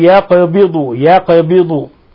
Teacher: القاف كيف ساكنة فتقلقل نلفظ بها مقلقلة لأنها من حروف من الحروف الخمسة المقلقلة قطب جد، يقبض ويبسط